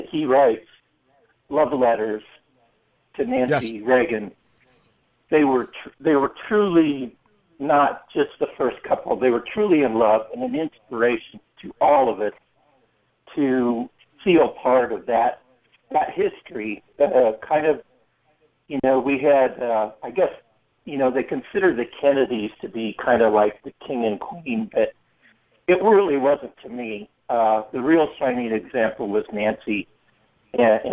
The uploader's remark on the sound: your phone calls